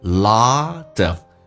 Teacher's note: T 要被浊化变成 D 这个发音